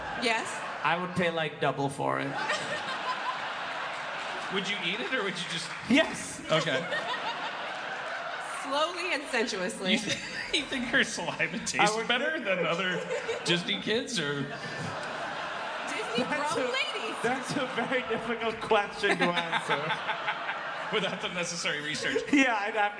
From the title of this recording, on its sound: Live At JFL Toronto 2016